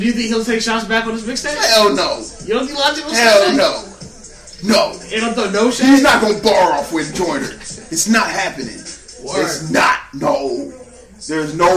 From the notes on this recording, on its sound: Sorry for the static.